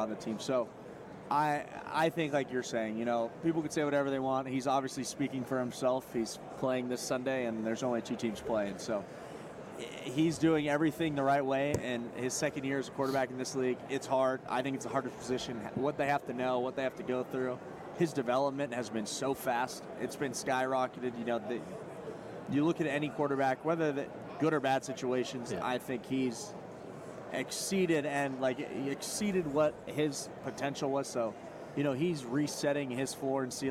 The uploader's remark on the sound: From Radio Row. Live on Radio Row.